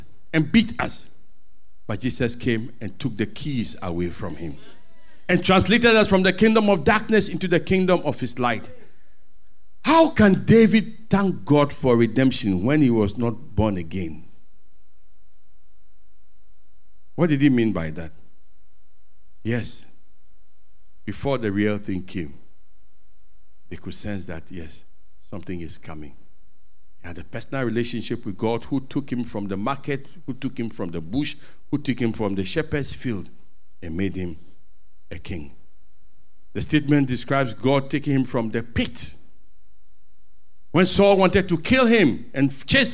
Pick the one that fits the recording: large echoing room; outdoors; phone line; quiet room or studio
large echoing room